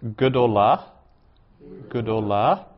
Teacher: that long A in gadol, comets, has shortened to a shva.